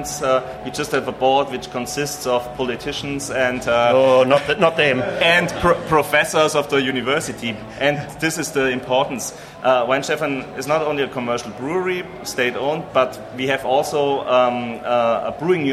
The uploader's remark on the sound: Melbourne's Beer Deluxe for a live tasting of their beers in front of a huge audience!